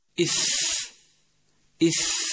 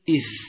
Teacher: من أهم الصفات التي تميز حرف الثاء عن حرف الذال هي صفة الهمس. إث إث، لاحظ كيف أن صفة الهمس توضح حرف الثاء، لكن إذا حاولنا أن نجهر بحرف الثاء بدل أن نهمسها انقلبت ذالا، مثل إذ.